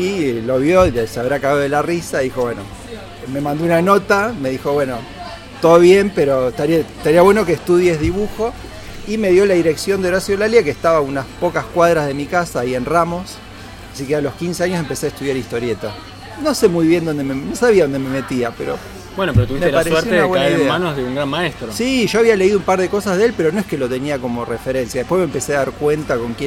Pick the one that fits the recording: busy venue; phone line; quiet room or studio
busy venue